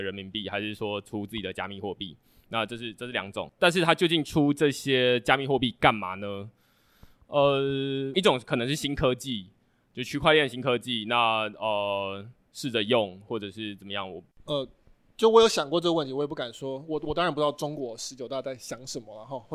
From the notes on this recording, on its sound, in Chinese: 這次的內容是第二場島民小聚的錄音。接著是現場問答。